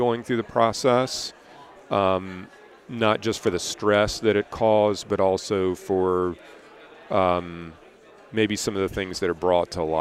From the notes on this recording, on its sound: episode recorded at the Voices of Dentistry Conference